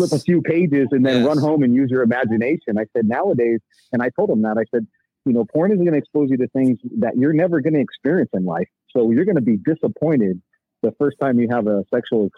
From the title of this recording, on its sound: Live Call In Show